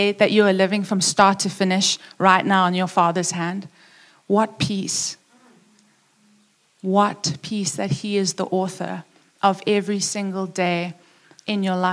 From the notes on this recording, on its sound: preached at Upper Room Church on the 12th of September 2021